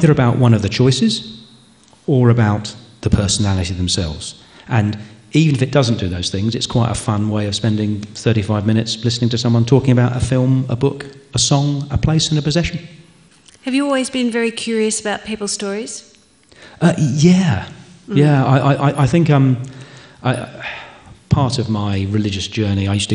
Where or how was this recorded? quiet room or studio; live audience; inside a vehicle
live audience